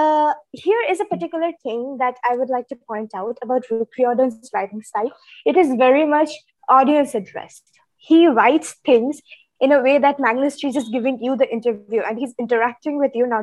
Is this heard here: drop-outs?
yes